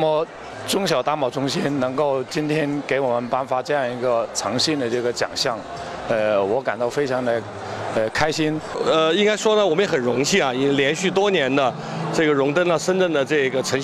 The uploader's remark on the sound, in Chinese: 走进深圳中小企业诚信榜揭榜仪式现场